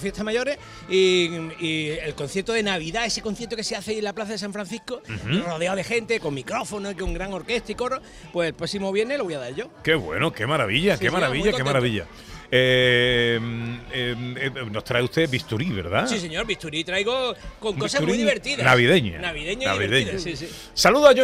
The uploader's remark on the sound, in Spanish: Programa en directo desde el patio de la Diputación de Sevilla